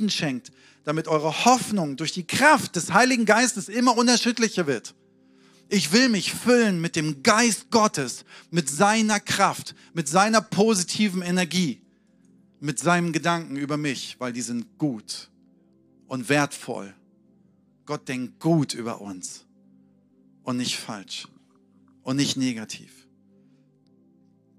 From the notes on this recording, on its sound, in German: Sonntagspredigt aus dem Standort Bochum.